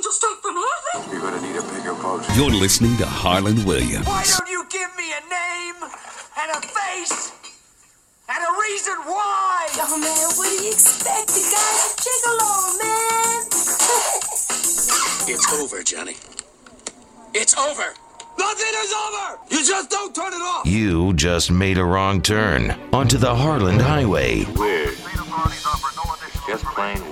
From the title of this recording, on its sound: calls the show